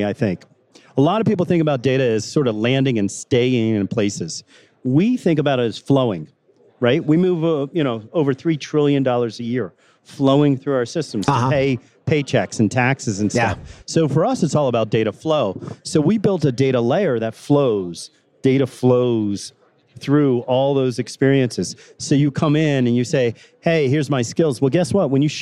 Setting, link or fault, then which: setting, busy venue